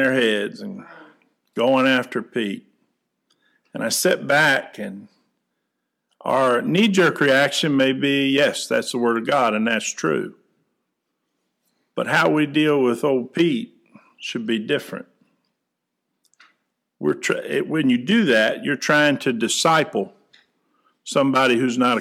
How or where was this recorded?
large echoing room